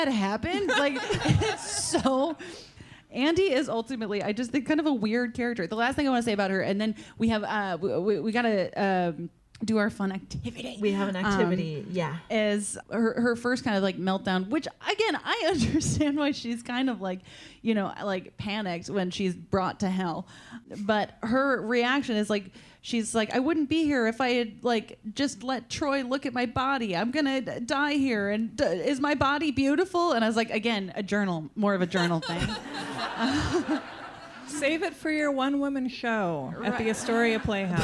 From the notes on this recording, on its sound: Recorded live in Portland at Curious Comedy Theater in February.